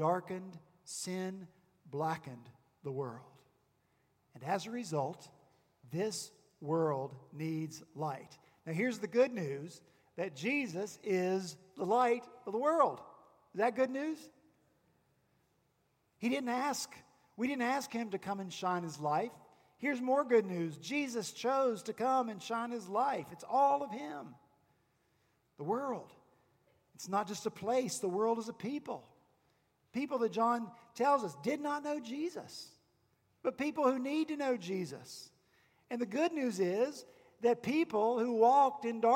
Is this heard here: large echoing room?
yes